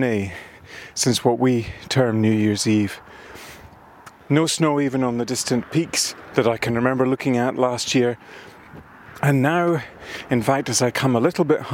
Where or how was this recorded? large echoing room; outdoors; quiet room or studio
outdoors